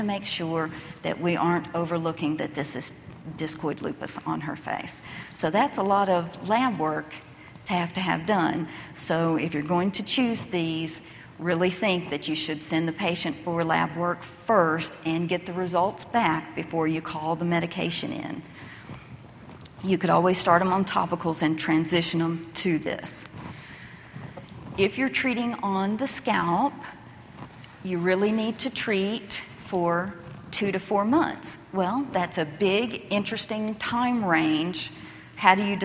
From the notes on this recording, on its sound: Audio podcast from the 7th Annual SDPA Fall Conference in Scottsdale, AZ.